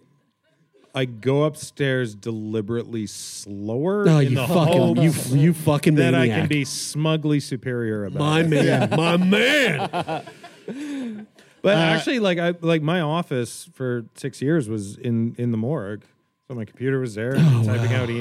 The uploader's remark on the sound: LIVE from Edmonton. In front of a live studio audience in Edmonton.